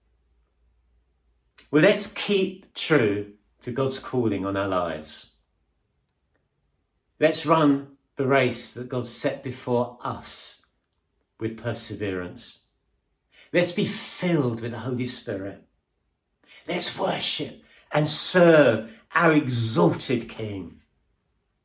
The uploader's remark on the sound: At King's Church, Cockermouth, as an audio file.